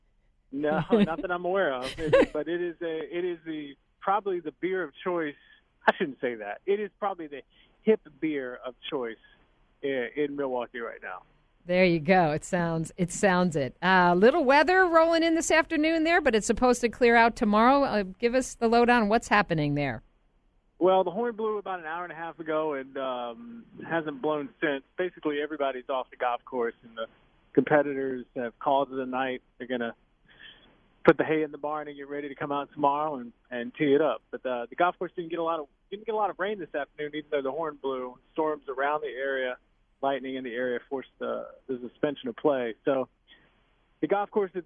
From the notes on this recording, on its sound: calls in LIVE from Erin Hills